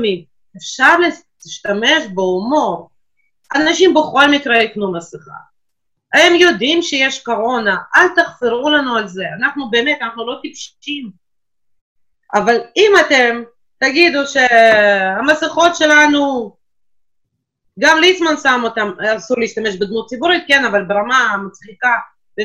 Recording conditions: video call